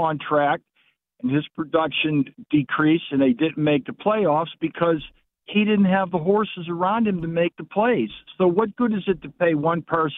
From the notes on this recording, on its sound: More open phone lines. More listener phone calls.